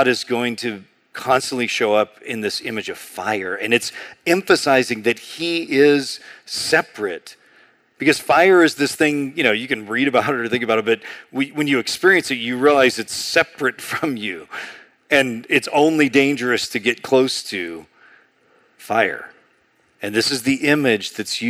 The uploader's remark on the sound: A sermon on Exodus 3:1-14 preached in June 2023 at Sojourn East.